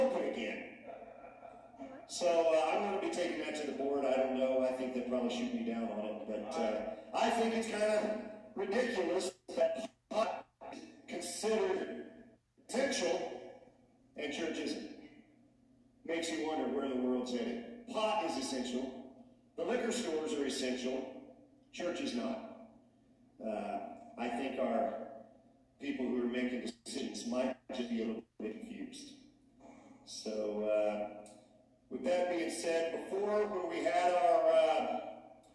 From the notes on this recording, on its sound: Sound issues week #2 of shut down.